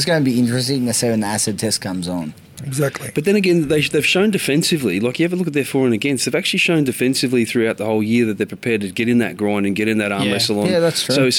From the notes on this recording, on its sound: BTFU is filmed and recorded at The Village Inn Paddington.